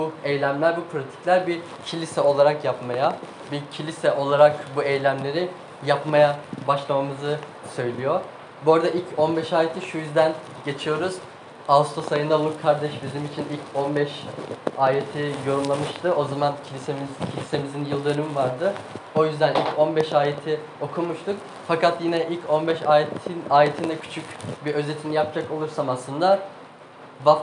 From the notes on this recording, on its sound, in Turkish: Ses kalitesi için kusura bakmayın